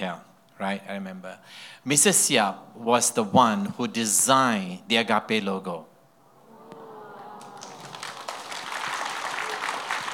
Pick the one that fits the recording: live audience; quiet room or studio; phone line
live audience